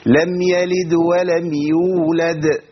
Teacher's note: خد بالك في قلقلتين هنا. لم يلد بس قلقله في الوسط ولم يولد قلقله تانية في الاخر